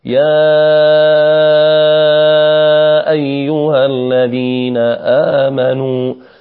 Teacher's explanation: إمام ورش من طريق الأزرق يمده ست حركات